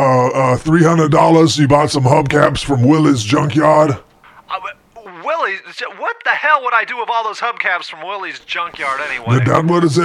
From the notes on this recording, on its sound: Prank Phone Calls